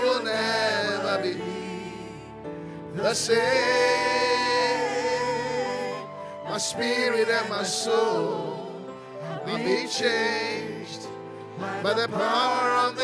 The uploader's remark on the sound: Preached at the Qodesh